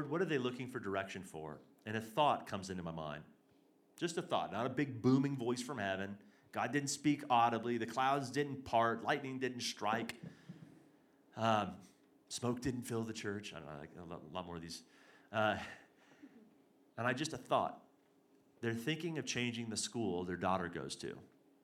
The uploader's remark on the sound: This is the third and final session of our Hearing God and Prophecy Conference as well as our Sunday morning message. Reclamation Church Denver.